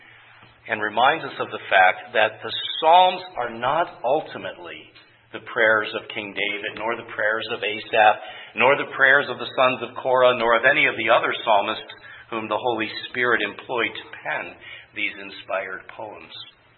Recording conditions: large echoing room